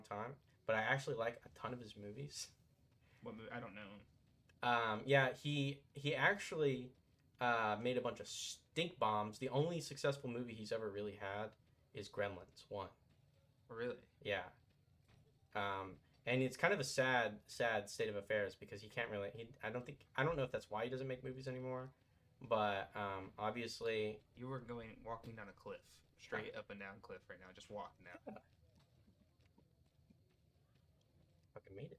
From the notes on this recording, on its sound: We don't have a lot of experience editing or recording a podcast, so you may have to be patient on the quality to reach 100%. Fallout: New Vegas is gonna be the game in the background for the next few podcast.